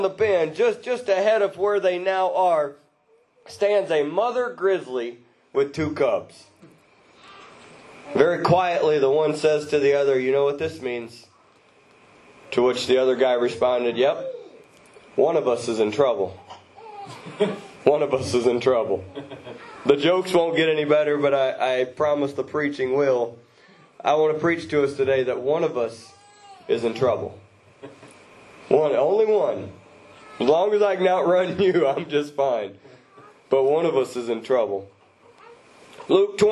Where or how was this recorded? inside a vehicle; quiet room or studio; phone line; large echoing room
large echoing room